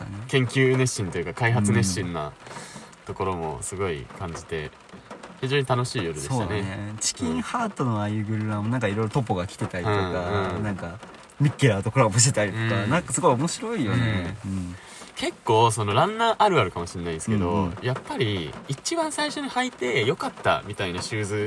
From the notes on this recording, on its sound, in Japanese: 神奈川県は厚木市を拠点とする高松山グルグルクラブ。高松山グルグルクラブ前の雨宿りトラック。雨音がパチパチ賑やかで、ノイズ多めで若干お聴き苦しいことは、ご容赦ください。